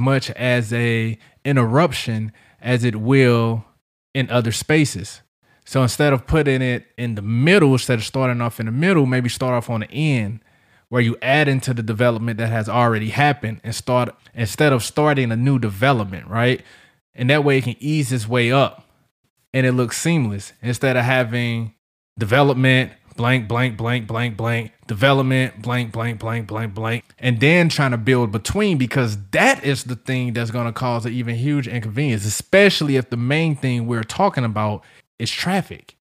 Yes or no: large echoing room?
no